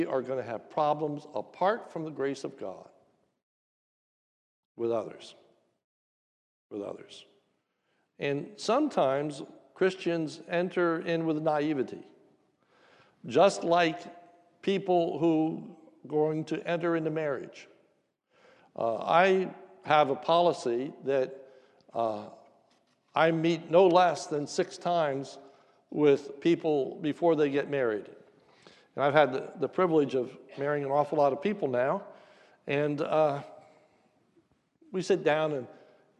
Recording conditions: large echoing room